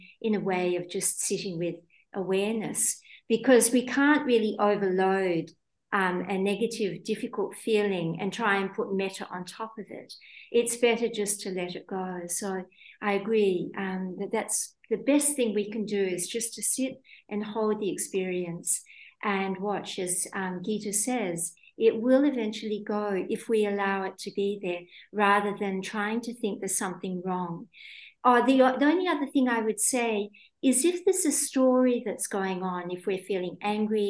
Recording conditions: video call